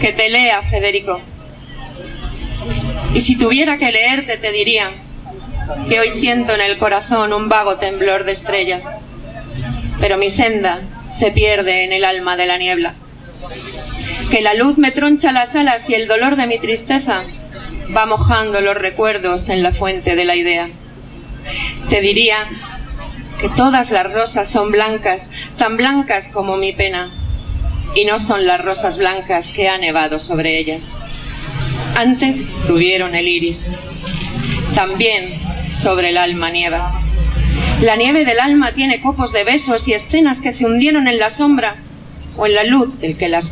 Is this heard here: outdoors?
yes